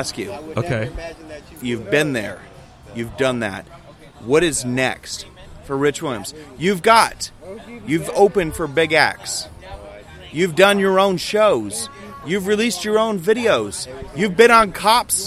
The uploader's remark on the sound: On location at WareHouse Live, Houston Texas on November 4th, 2014.